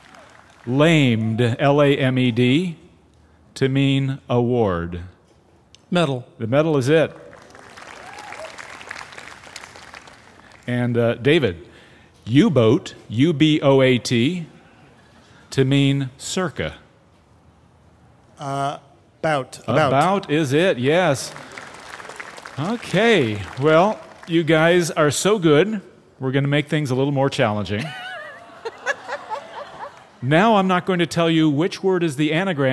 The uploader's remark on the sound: LIVE From Central Park, It's Ask Me Another